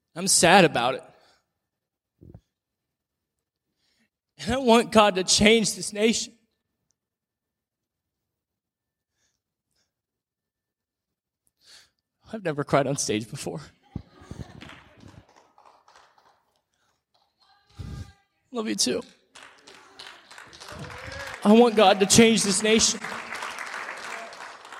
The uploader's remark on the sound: In today's show, I share with you my speech at the Determined Patriotism Conference.